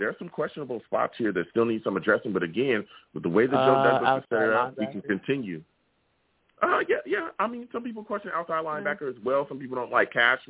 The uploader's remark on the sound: I take live callers as well!